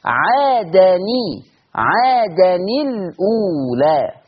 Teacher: يكسر الساكن الاول، يحرك الساكن الاول بالكسر · Term: التقاء ساكنين